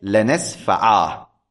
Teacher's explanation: نون التوكيد الخفيفة إذا وقفت عليها تقلبها ألفا